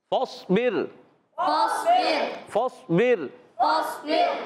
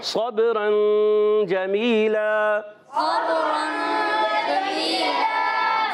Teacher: فاصبر میں را کو باریک، صبرا میں را کو پر